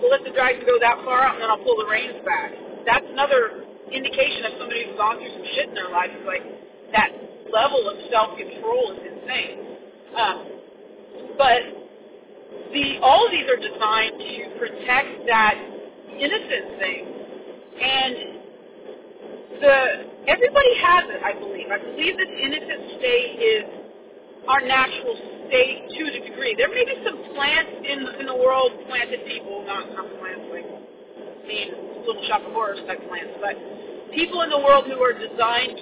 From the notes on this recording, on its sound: Sorry about the car recording.